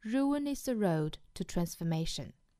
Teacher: 最后呢，要注意 to 弱读成 t 的发音。